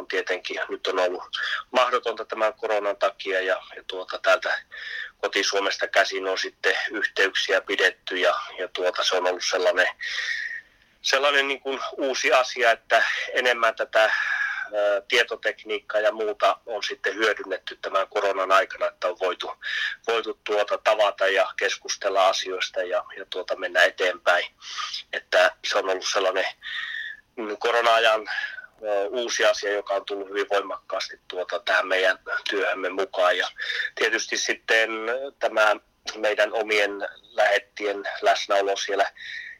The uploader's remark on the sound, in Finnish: Poikkeuksellisesti puhelinhaastattelussa.